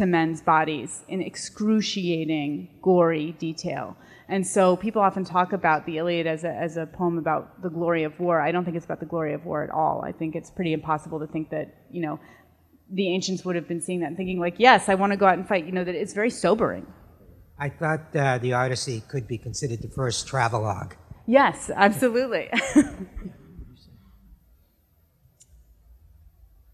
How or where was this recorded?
live audience